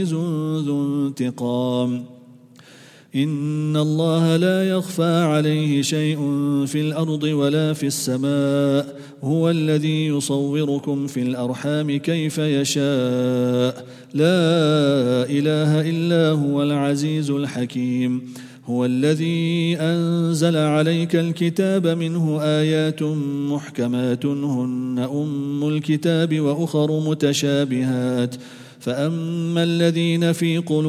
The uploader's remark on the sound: Quraan Recitation Morning 2. At the Houghton Masjid (West Street).